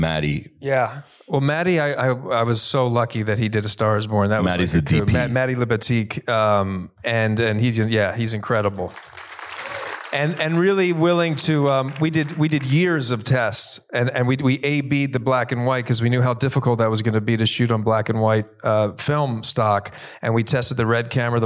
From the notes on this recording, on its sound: in a Q&A at the DGA theater in Los Angeles